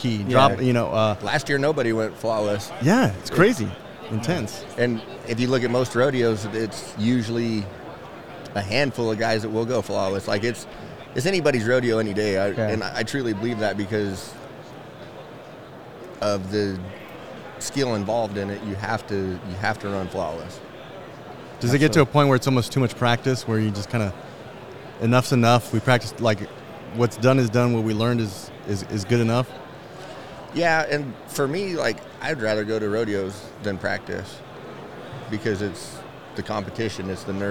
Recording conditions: busy venue